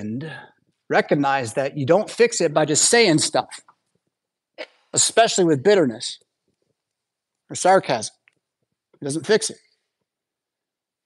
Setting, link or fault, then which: setting, large echoing room